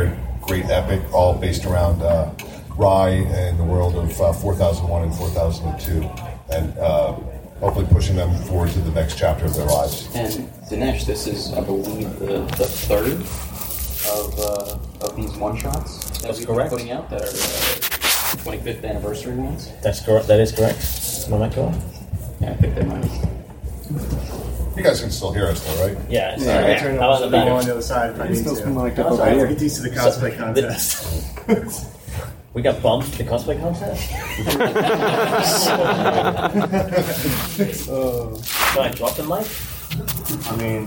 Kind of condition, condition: setting, live audience